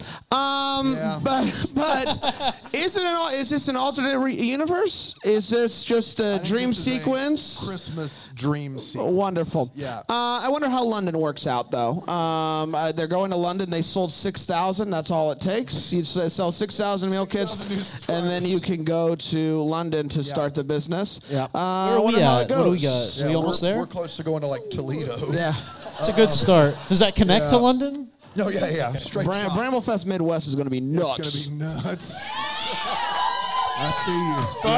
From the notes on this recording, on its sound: LIVE from Bramble Fest 2023